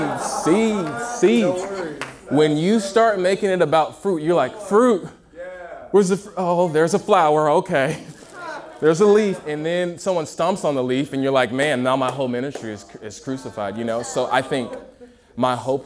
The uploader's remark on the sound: a Q&A session from UG Conference at Motion Church in Seattle